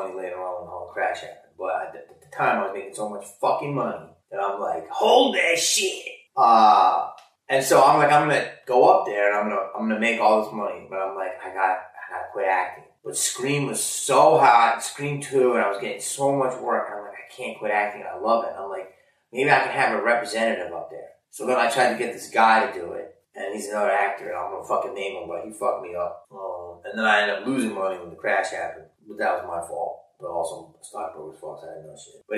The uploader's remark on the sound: Sorry about the audio quality on this one, there was an issue with the mics but we still wanted to upload this and give you all a new video.